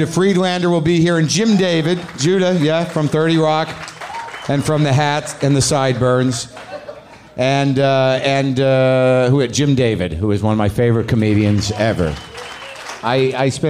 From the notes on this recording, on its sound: At Comix in NYC. A live WTF taping.